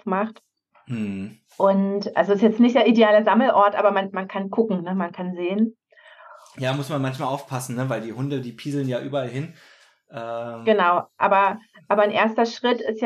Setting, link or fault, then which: link, video call